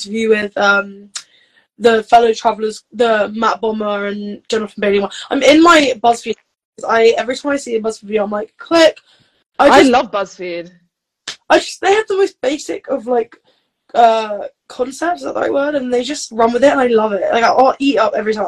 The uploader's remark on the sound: BONUS EPISODE from IG Live